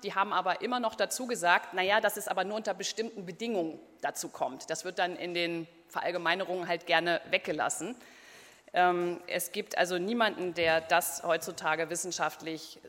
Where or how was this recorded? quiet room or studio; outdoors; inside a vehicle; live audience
live audience